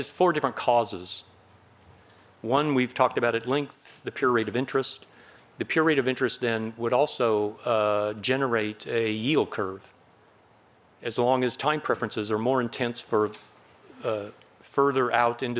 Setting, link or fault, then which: setting, large echoing room